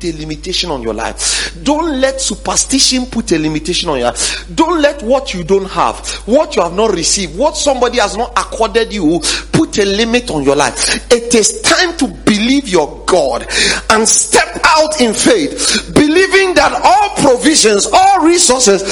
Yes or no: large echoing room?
yes